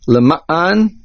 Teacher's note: Lema'an, the main accent is on the mem.